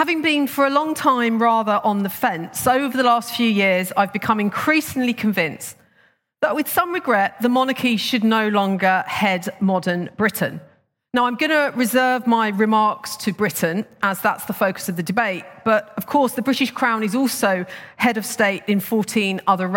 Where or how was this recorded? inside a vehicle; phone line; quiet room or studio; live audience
live audience